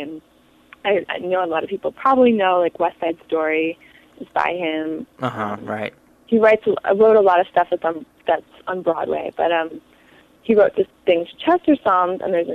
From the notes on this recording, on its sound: Joins me via telephone from New York for an interview.